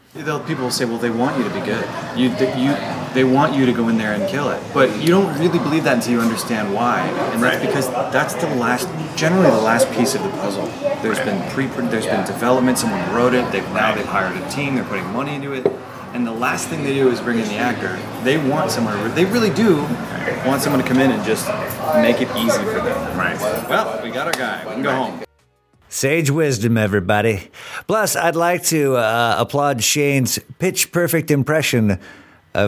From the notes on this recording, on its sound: At Fantasia Billiards in Burbank.